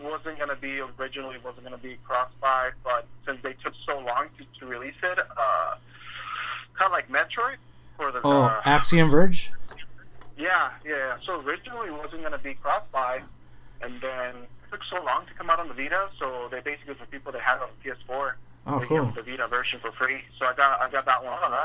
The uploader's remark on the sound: The audio is a bit weird since we were in a 3 way call